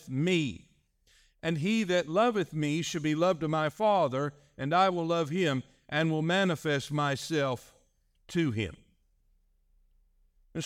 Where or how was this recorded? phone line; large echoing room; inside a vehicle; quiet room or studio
large echoing room